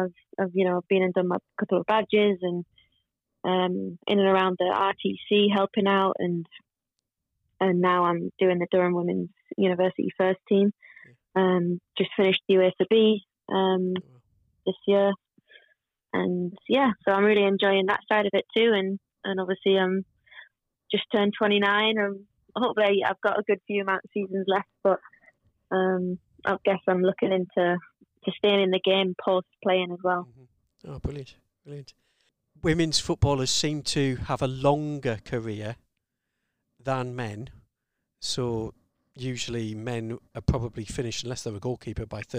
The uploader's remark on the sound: In a slightly different Pod from usual. On the phone (it's all getting technical!).